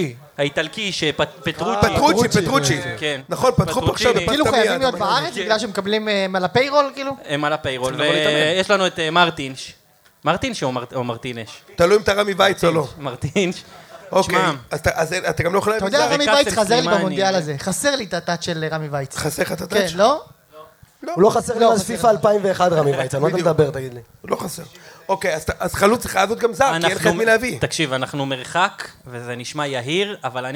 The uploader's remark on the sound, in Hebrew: ערב הציון3 החי השני במונדיאל הישר מהבר גיורא בתל-אביב. הוקלט מול קהל חי בארבעה בדצמבר.